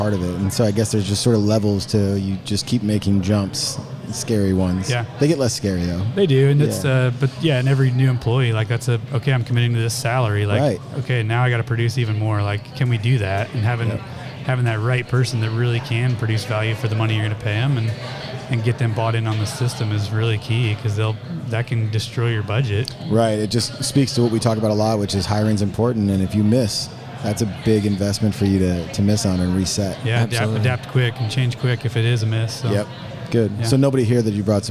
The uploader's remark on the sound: This week we are live from Buildertrend University.